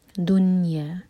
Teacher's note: اور جب نون پر آئیں تو ہمارے ہونٹ بھی گول نہ رہیں، دا دمہ کے لیے، دال پر جو دمہ ہے اس کے لیے ہمارے ہونٹ گول تھے، لیکن نون پر آ کر ہونٹ فلیٹ ہو جائیں گے